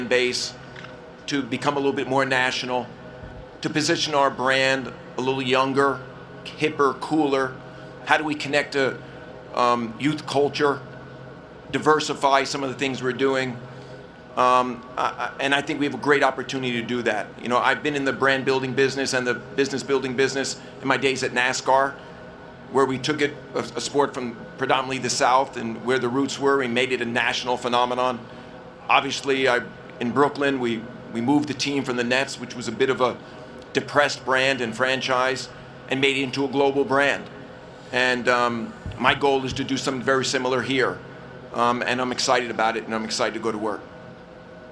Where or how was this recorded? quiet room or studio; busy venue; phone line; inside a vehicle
busy venue